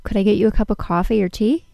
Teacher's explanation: I didn't change the pitch on the word coffee, and then I used a rising pitch on the word tea